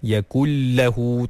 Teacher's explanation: nun mati bertemu lam, ada idgham bila gunnah. Yakullahu tak perlu digunnahkan.